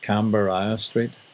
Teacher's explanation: Only Belfast people pronounce it with four syllables instead of two.